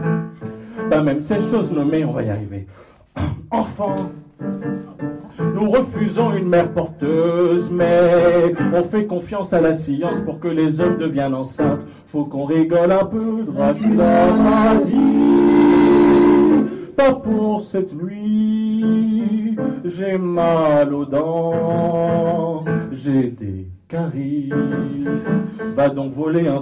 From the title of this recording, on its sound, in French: en public - 2015